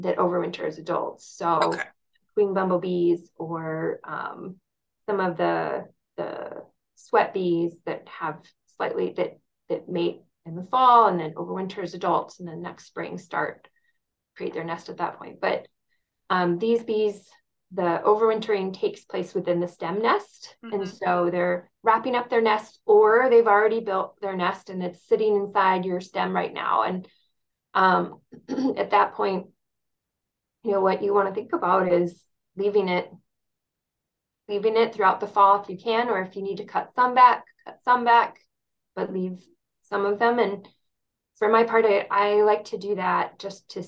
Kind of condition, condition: link, video call